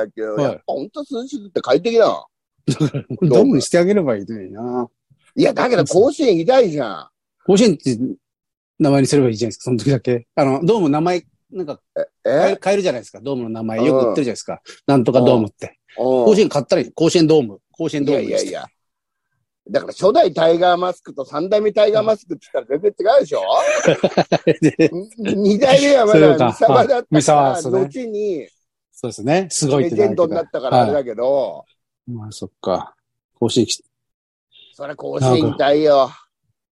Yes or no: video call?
yes